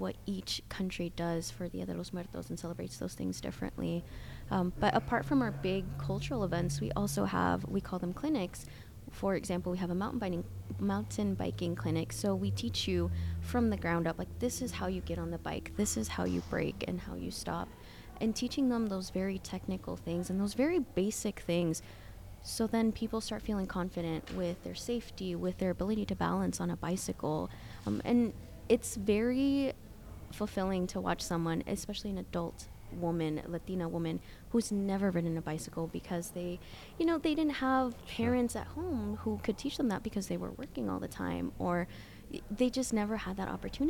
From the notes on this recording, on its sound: The Listening Lab visited the Starshine Summit in June 2023 and recorded conversations with attendants.